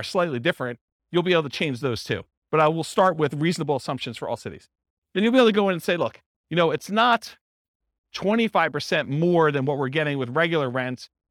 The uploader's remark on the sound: This was a live class recorded to give investors a solid overview of the buy and hold real estate investing strategy including short-term rentals.